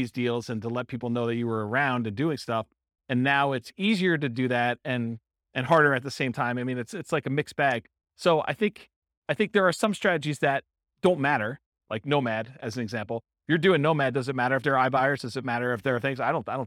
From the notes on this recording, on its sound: This was a live class recorded